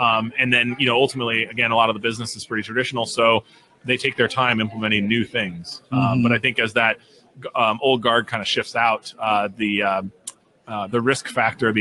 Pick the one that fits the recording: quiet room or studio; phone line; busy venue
busy venue